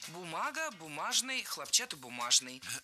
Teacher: ударение падает на второй корень